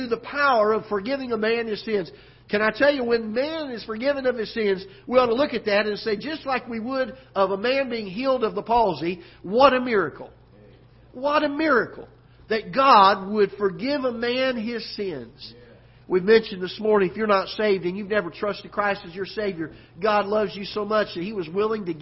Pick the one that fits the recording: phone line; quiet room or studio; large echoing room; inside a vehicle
large echoing room